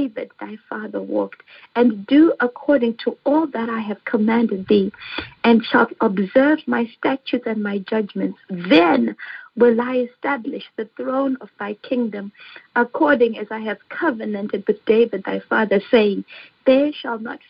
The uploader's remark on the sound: Our fifth Phone/Internet Prayer Conference Call.